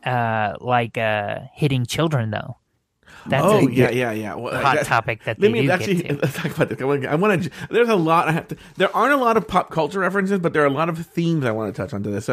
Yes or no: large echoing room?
no